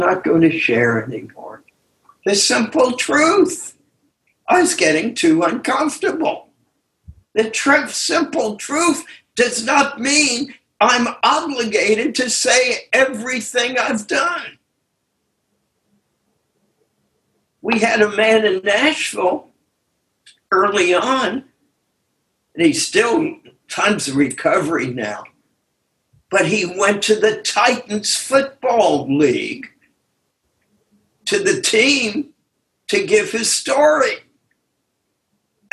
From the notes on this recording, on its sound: Took us on a zoom journey.